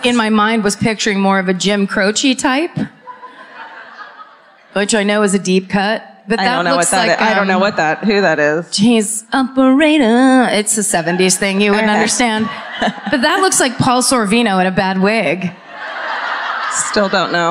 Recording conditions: live audience